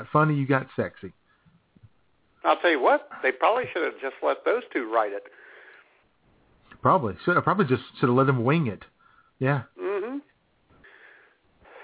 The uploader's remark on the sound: Holds a live, on-air Cinco de Mayo party. Take your phone calls.